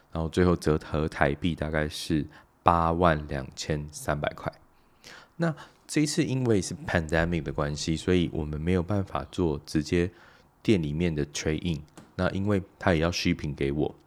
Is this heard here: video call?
no